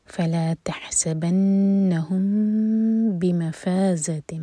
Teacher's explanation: مین کو ہولڈ کریں گے لیکن ہوٹوں کو ٹائٹ بند نہیں کریں گے اور پھر با پڑھیں گے · Term: اخفاء شفوی